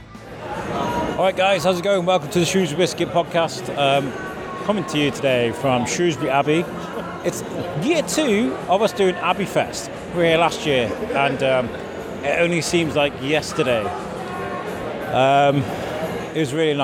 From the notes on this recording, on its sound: Take the mic for a walk around Shrewsbury Abbey as we celebrate another year of Abbey Fest 2022, a charity even put together by Lingen Davies. This a candid bit of audio, no plan, just a collection of conversations with lovely people on a lovely evening.